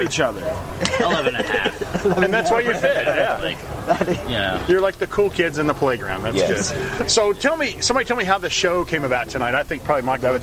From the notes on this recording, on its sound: Special interview recorded at the massive benefit concert – featuring nine rock and metal bands. Prior to that show at Brewskees.